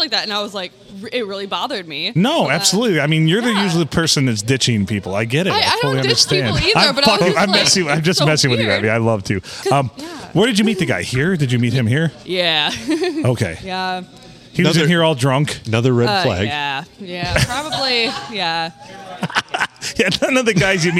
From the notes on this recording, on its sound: Recorded on a Sunday night. Serving us drinks at The Blue in the 4-69!